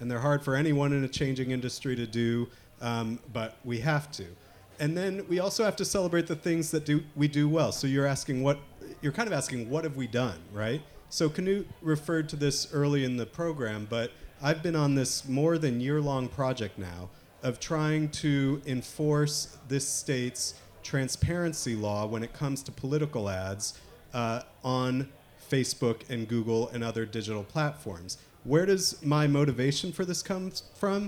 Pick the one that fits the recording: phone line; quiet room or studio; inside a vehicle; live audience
live audience